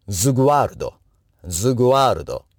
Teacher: 最初の S を濁って発音します。 S の後ろに子音が来る場合、子音が無声音ならば S を澄んだ音で、で有声音の時、このグ、グは有声音